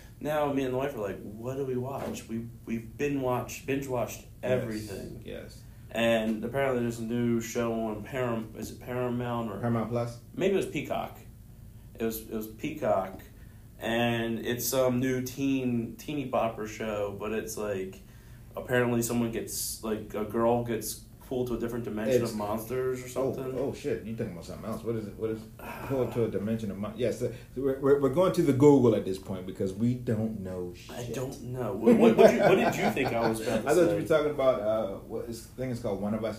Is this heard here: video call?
no